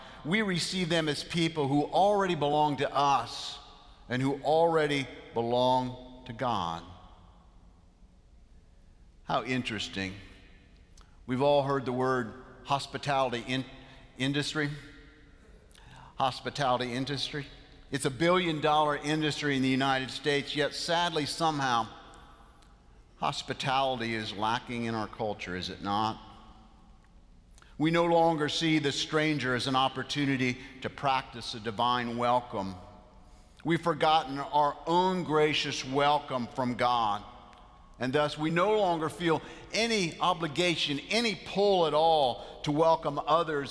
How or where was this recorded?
large echoing room